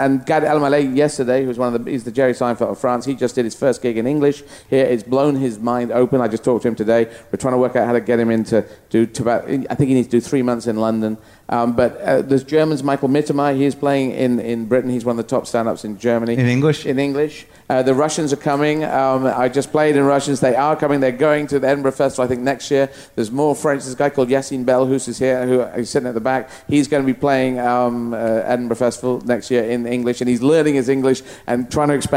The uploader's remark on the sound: Live from Just For Laughs Montreal.